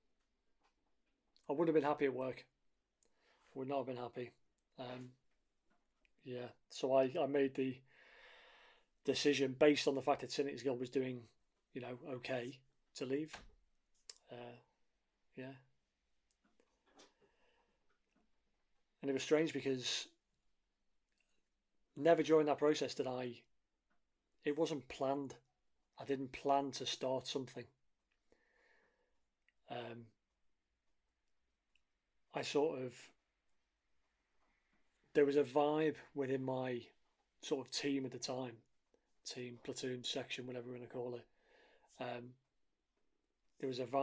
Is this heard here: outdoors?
no